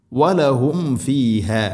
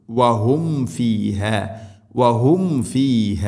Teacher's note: സാക്കിന മീം ശേഷം ഫ, രണ്ട് ചുണ്ടുകൾ തമ്മിൽ തട്ടിച്ച് മീമിനെ പൂർണ്ണമാക്കി ഉച്ചരിക്കണം